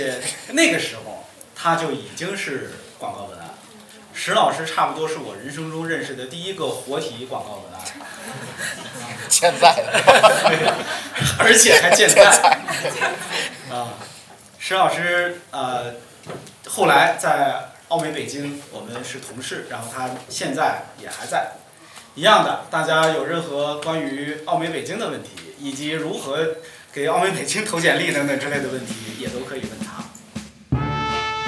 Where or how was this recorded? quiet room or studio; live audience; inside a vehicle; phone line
live audience